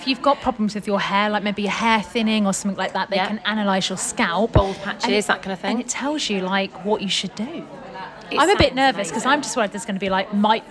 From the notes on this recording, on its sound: we are live from Hair Union in Sheffield